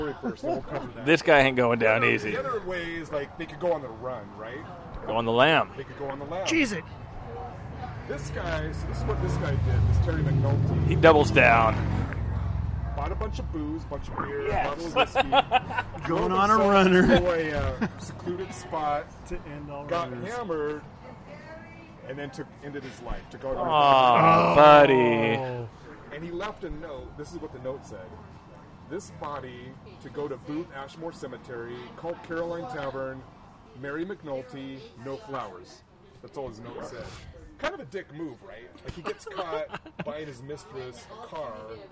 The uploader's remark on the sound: The Caroline Tavern in North Seattle. Recorded live at The Caroline Tavern on 07/06/2023.